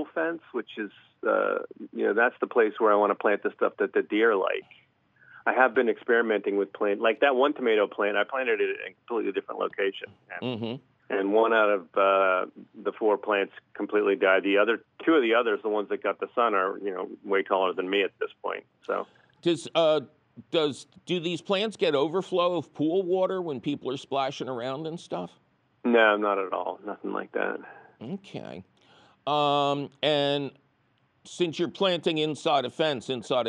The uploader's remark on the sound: your fabulous phone calls!